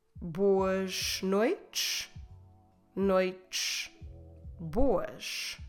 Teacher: always with that sh that indicates clearly that it is now a plural